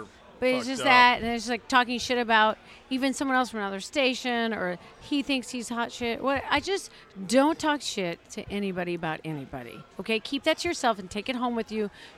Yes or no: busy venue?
yes